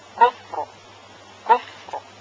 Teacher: قبل از را ساکن فا ساکن قرار داره و قبل از فا ضمه وجود داره، پس را ساکن هم در اینجا تفخیم می شود